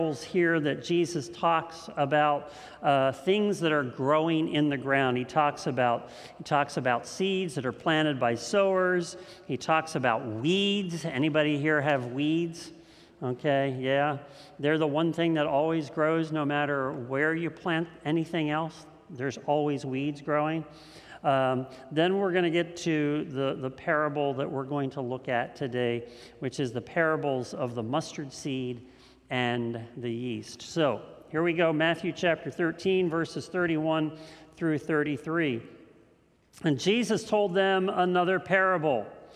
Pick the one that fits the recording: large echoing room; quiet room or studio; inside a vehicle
large echoing room